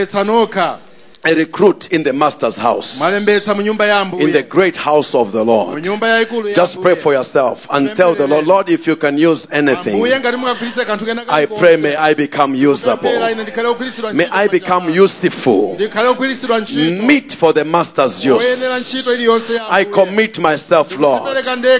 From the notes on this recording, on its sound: Preached at the Encounter Service at Word Alive Blantyre City Church.